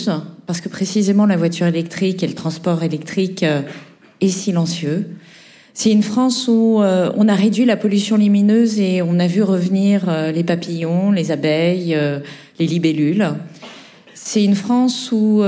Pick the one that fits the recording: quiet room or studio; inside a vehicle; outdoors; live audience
live audience